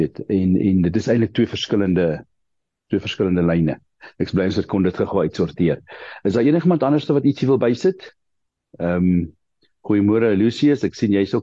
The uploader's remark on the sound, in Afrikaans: Die Transformasie Tafel Zoom Byeenkoms 6 Julie 2023